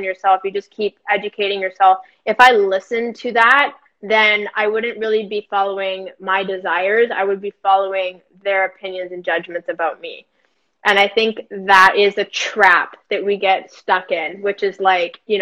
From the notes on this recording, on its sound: a replay from an IG live